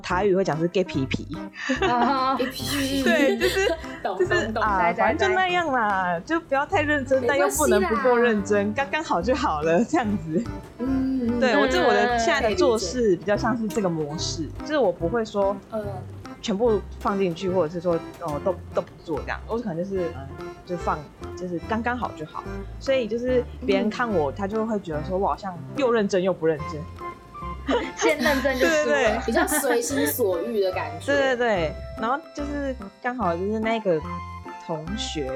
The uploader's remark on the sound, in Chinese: 這次分別錄製節目單元時，因為麥克風有點怪怪的，後面碰上大雨，在家隔音效果不佳(有降噪了)，所以這次的音質不太好。